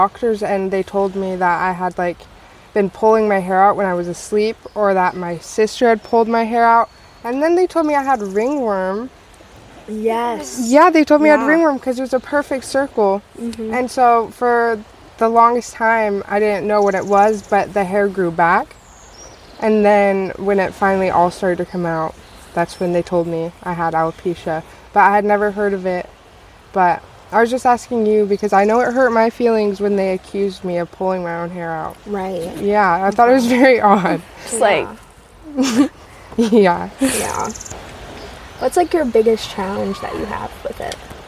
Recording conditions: sounds in the background